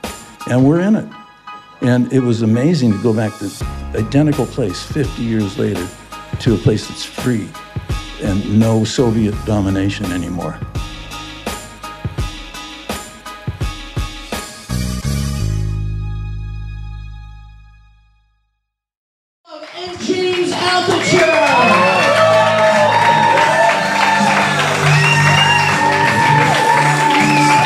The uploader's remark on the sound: I did this interview LIVE in New York.